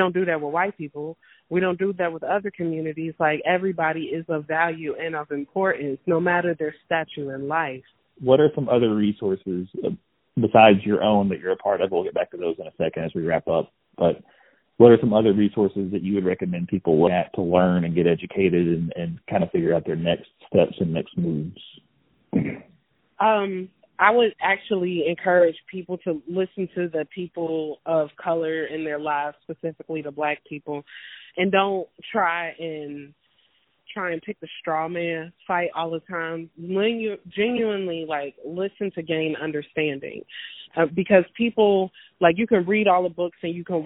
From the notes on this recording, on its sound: talk via telephone